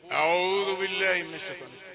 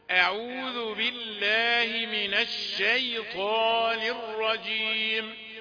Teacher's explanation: همزة رقيقة وعين رقيقة والمد الواو مدها مد رقيق والذان رقيقة · Shown in: second take · ما فيش عندي في الاستعاذة حرف مفخم أبدا.